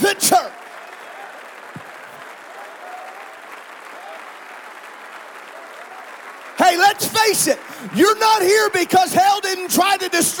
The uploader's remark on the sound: This is a special episode from the 2023 Indiana District Men's Conference which took place on March 10th and 11th at Calvary Tabernacle. Was preached in Saturday's General Session.